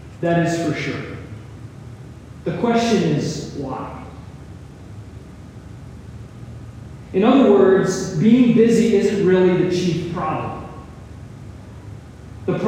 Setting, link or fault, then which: fault, poor sound quality